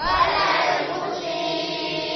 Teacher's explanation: Menaikkan suara, dinaikkan suaranya agar tampak hamzahnya · Term: naber